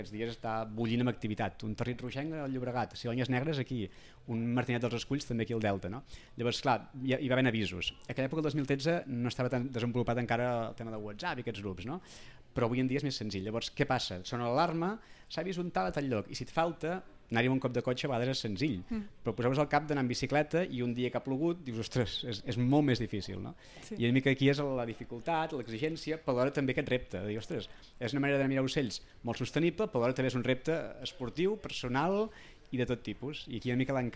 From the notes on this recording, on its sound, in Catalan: En directe des de Delta Birding Festival. El Delta Birding Festival és un esdeveniment d’ornitologia que es fa cada any al Delta de l’Ebre.